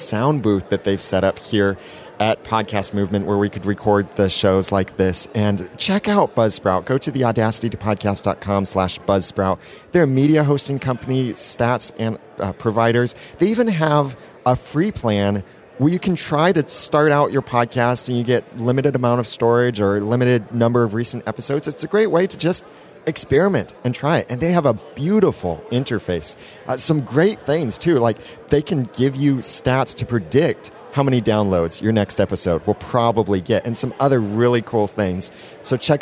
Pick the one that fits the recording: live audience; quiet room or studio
live audience